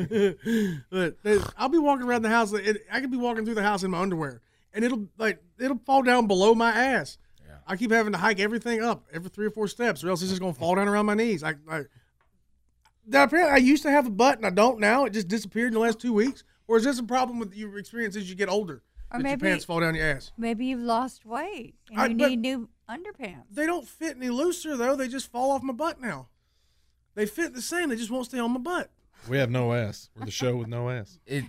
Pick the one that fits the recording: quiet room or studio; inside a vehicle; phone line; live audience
quiet room or studio